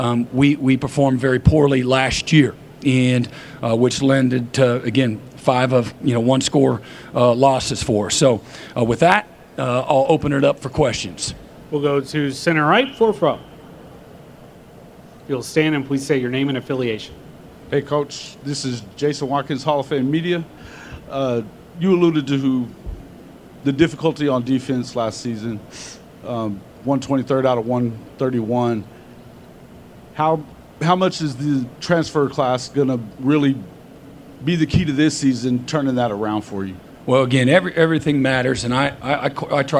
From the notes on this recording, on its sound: press conference at Big 12 Football Media Days